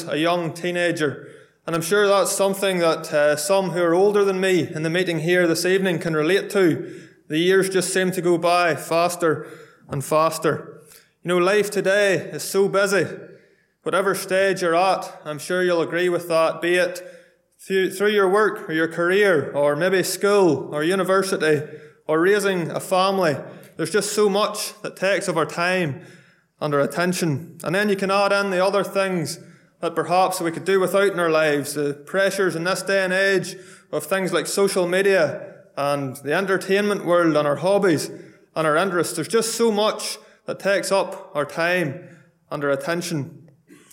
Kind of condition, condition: setting, large echoing room